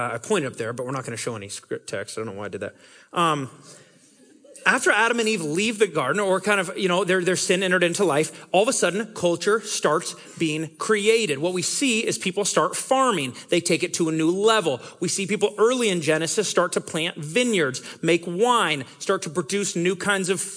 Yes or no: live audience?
yes